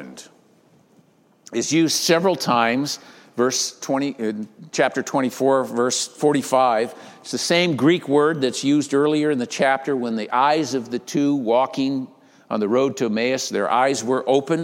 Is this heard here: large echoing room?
yes